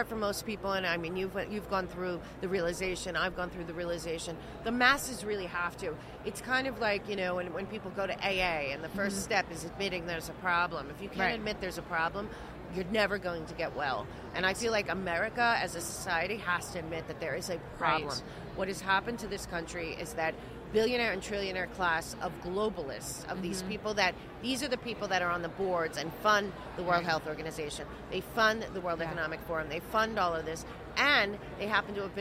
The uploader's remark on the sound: Podcast at AmFest